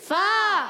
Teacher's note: فا ادا ہوتا ہے اوپر والے دانتوں کے کنارے جب نیچے والے ہونٹ کے تر حصے سے لگتا ہے تو ادا ہوتا ہے